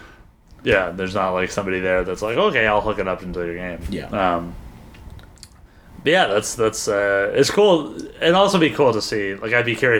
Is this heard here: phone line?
no